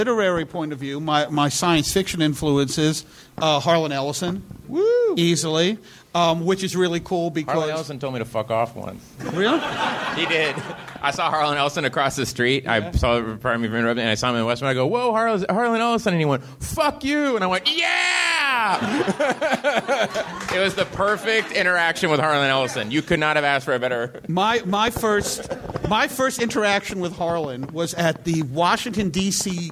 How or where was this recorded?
busy venue